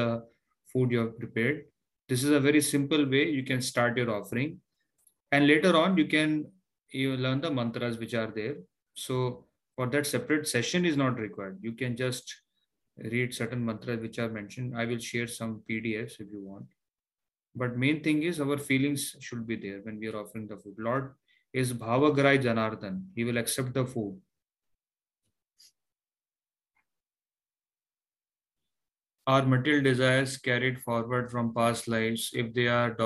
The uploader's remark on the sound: Zoom recorded sessions